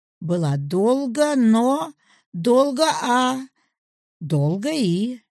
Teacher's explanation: повышение тона, перепад высоты приходится и на ударный, и на заударный слоги главного слова